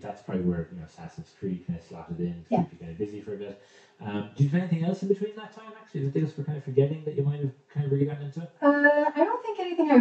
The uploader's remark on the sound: We had a few issues with sound on this one, so apologies!